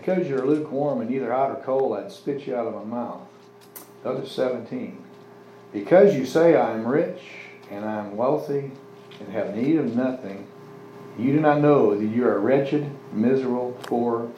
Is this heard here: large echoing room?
yes